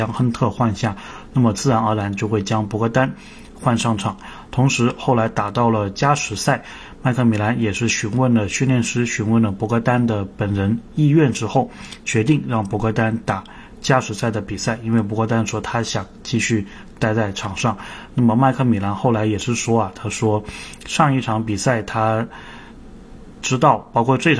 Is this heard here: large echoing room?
no